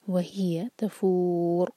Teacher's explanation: و ہی تفور، تا لائٹ، اور فو ہم چار حرکہ کھینچیں گے کیونکہ رو کو ہم ساکن کر کے رک رہے ہیں، اور رو کو ہم ساکن کریں گے تو اس کو ہیوی پڑھنا ہوگا کیونکہ اس سے پہلے ہے ضمہ